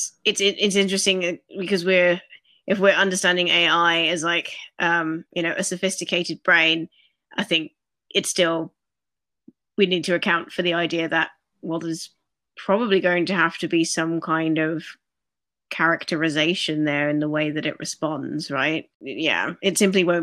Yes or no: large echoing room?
no